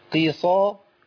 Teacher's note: دي صاد مفتوحه مفخمه تفخيم عالي. صي، صاد ضعيفه شويه بعديها.